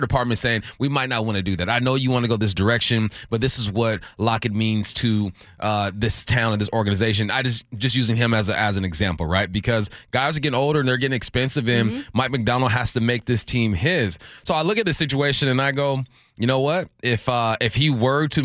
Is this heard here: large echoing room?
no